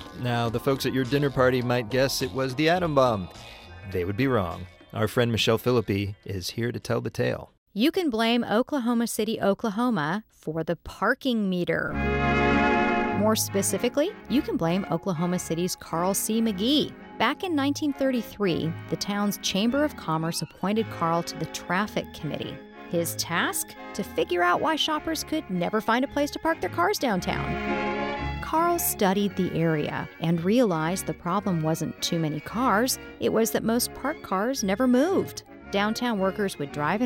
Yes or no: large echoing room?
no